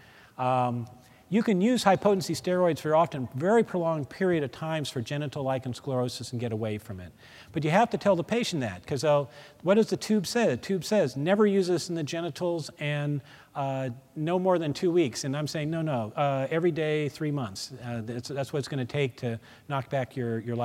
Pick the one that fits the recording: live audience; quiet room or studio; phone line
live audience